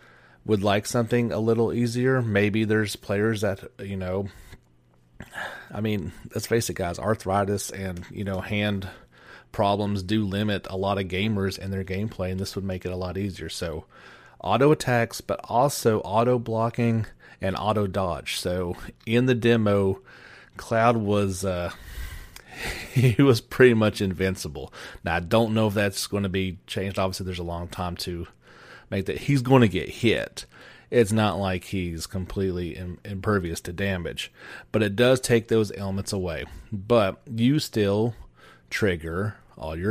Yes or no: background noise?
no